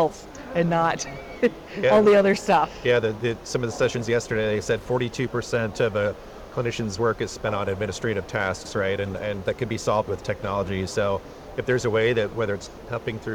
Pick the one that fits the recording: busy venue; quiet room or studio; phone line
busy venue